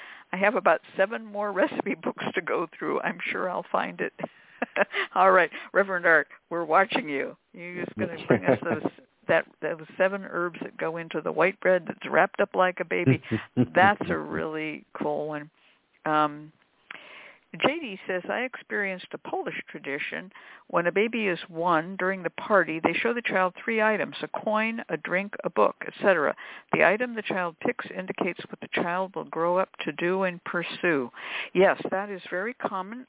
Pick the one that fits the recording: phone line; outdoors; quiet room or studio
phone line